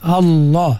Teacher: Ditebalkan. Ada lam yang duduk pada lafzul jalalah. Duduk pada lafaz Allah mesti ditebalkan.